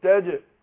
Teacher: القلقله نفسها بتكون قريبه للفتح